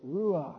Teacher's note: the word for spirit in the Old Testament is the word ruah, and it's very breathy. In fact, to do it really right in Hebrew, you got to get a lot of spit back up in the back of your throat.